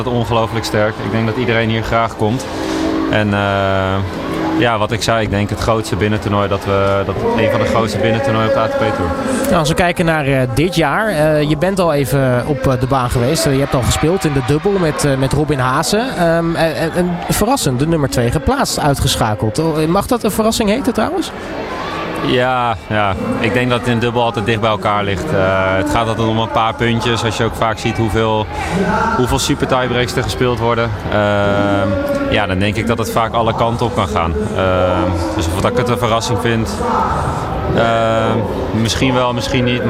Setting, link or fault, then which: setting, busy venue